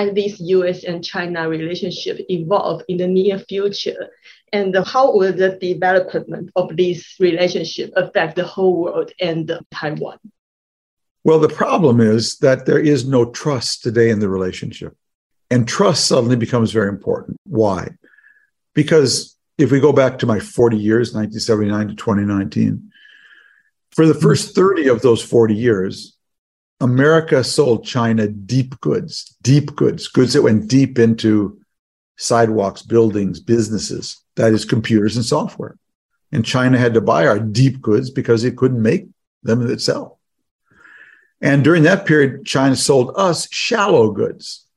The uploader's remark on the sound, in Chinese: 本集節目內容取自遠見雜誌團隊線上專訪錄音